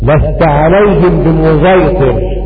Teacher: في قوله تعالى لست عليهم بمسيطر قرأ خلف عن حمد بالإشمام لست عليهم بمسيطر والإشمام خلط صوت الزاي بالصاد